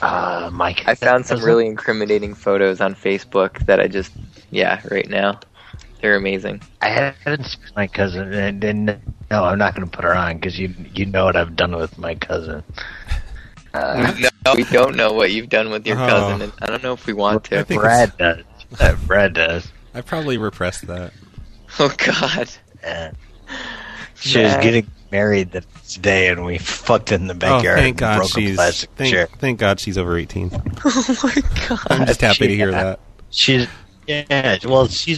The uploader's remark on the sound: …'s Personal Prank Phone Calls Collection.